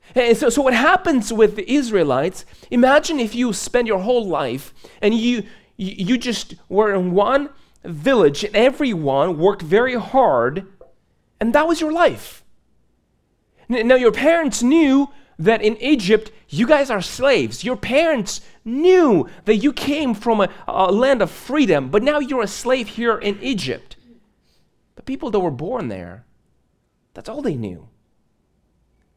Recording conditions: large echoing room